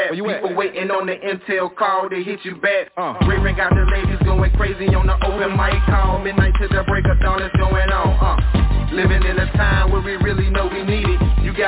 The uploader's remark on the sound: Conference Call